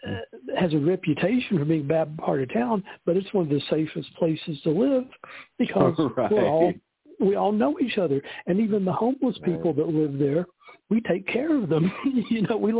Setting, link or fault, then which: link, phone line